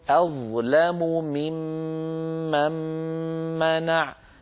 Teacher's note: أيضا في قوله تعالى أظلم ممن منع توالى في النطق بسبب الإدغامات ست ميمات